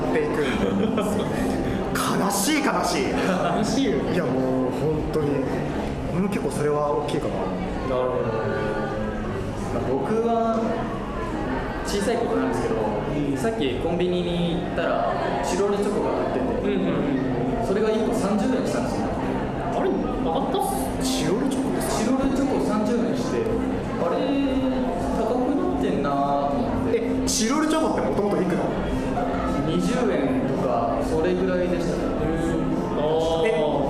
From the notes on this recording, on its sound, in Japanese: 公開収録1日目の模様。3人で慣れない状況でおしゃべり。